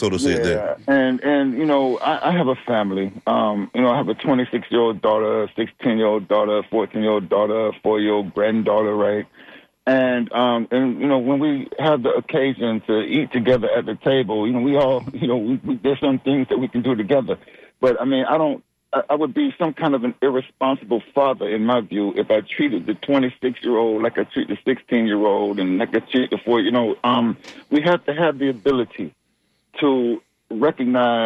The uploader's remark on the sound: Unique magazine format call-in show.